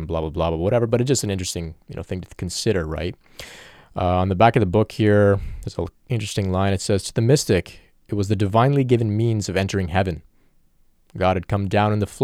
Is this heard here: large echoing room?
no